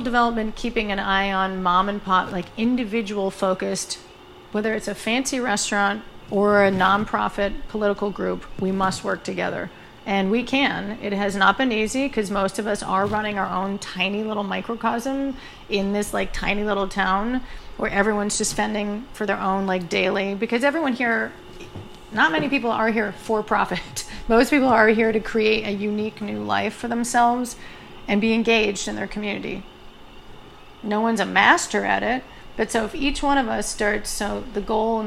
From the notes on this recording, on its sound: Dispatch from Basilica Hudson. The interview also contains various field recordings collected around Hudson.